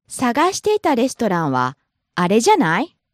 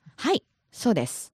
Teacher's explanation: So when it's a question, it goes up. But if you're just kind of confirming something, it goes down. · Term: rising intonation